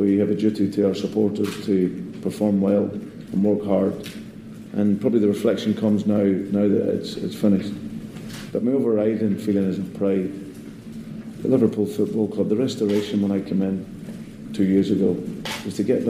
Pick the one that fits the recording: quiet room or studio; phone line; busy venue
busy venue